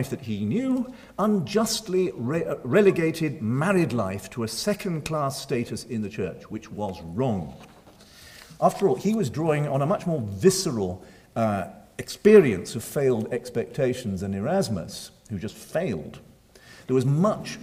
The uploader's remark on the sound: Recorded 30 April 2012 at St Cecilia's Hall, Edinburgh.